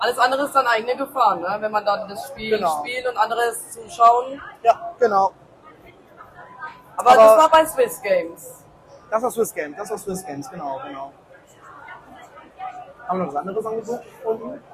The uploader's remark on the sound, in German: LIVE auf der Gamescom 2023! Am Stand der Controller Bandits in Halle 10.2.